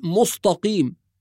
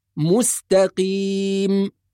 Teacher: وكلمة مستقيم نحافظ فيها على ترقيق السين والتاء · Shown in: second take · فلا نقول مستقيم وإنما نقول مستقيم.